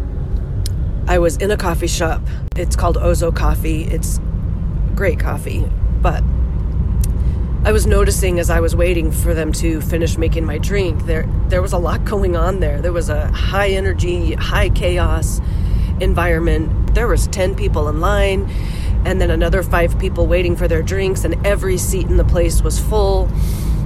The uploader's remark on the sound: Your First Car-ride Episode, and Yes, I’m Still Sick. I couldn’t wait till I got home to push record on this episode, so I recorded it on my way home. I promise my voice won’t always sound this way!